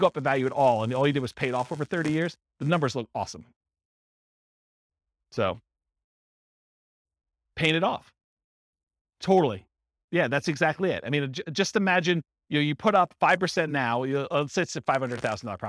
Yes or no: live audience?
yes